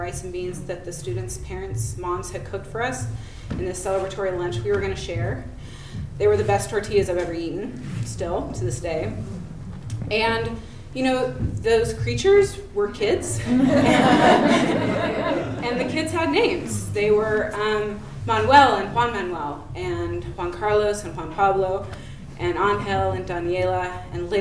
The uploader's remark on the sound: Urban Tellers is a live storytelling series in Portland, OR. Recorded live at Hipbone Studio.